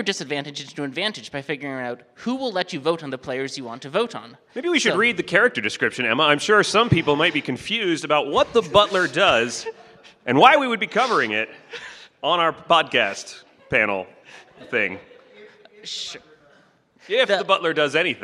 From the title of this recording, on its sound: Grim Scenarios Live! From Las Vegas